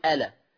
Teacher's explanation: اوعى تبتدي بألا وتقول ولا، لما تبتدي بيها تحقق الهمزه تاني تقول ألا